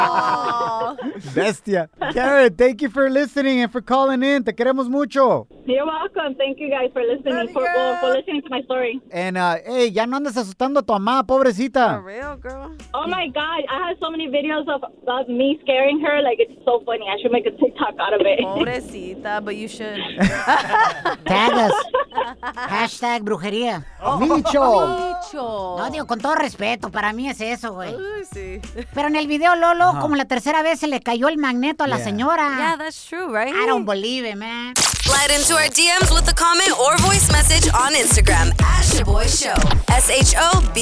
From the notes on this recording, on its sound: In today's show we opened up the phone lines and asked our listener's what they think about this new vaccine conspiracy theory.